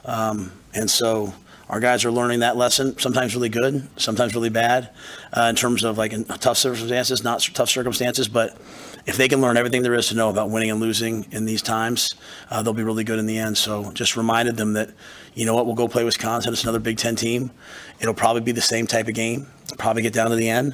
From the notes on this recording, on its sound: Post Game Press Conference